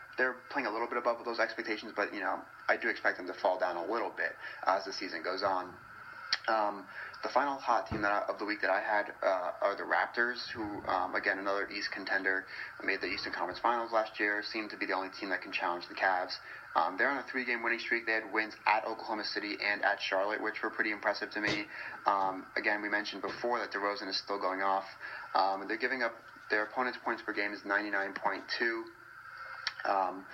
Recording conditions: poor sound quality